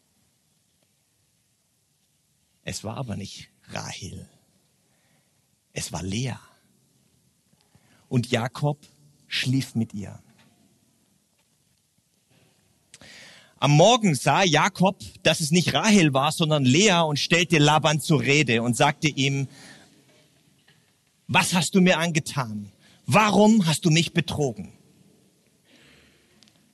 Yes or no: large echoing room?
yes